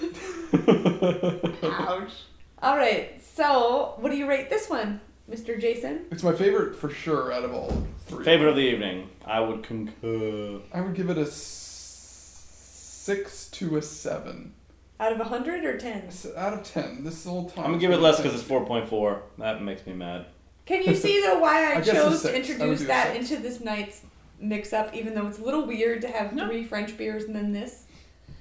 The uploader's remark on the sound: tried a new way of recording the podcast this time and it goes about as well as the beers this week - we'll get that fixed for the next one!